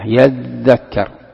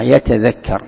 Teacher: المؤلف ذكر قراءتين، هذا ذكر قراءة، المؤلف ذكر قراءته هو يقرأ أولا يذكر، وأصلها يتذكر، أصلها يتذكر، التاء بعدين ذا، والتاء تدغم بالذاء فتصبح الذاء مشددة · Shown in: first take